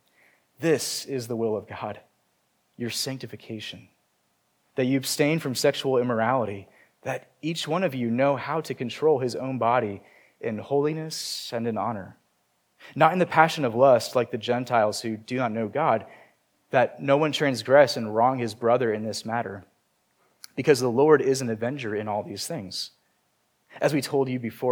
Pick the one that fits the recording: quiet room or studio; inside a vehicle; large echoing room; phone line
large echoing room